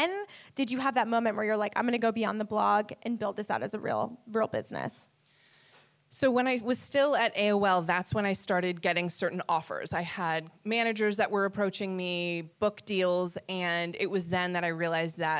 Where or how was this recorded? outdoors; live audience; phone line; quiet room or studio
live audience